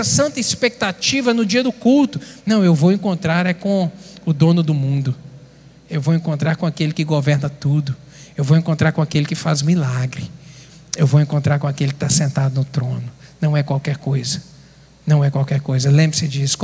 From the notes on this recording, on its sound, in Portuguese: Transmissão ao vivo do Escola Bíblica Dominical, realizado na Igreja Batista Moriá.